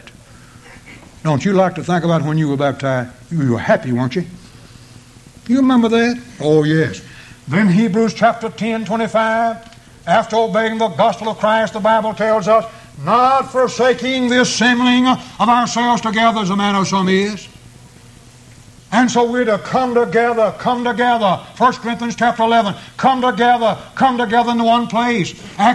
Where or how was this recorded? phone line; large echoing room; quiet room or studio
large echoing room